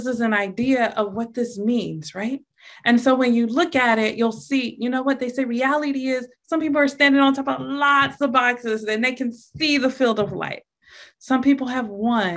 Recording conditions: video call